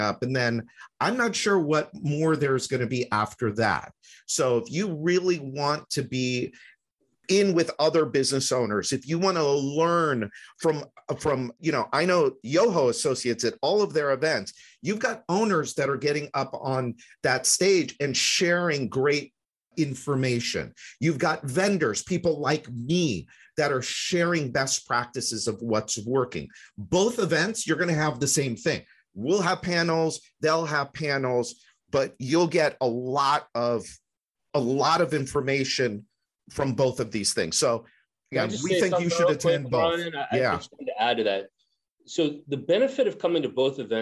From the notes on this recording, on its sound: you are going to hear the recording of a webinar